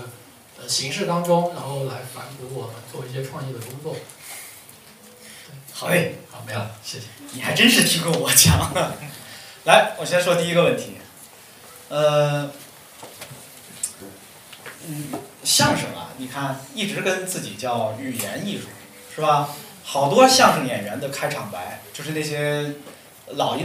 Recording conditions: live audience